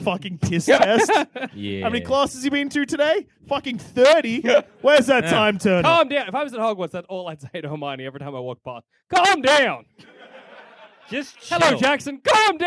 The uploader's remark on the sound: Part of our 2017 UK Tour. Recorded at the Banshee Labyrinth in Edinburgh.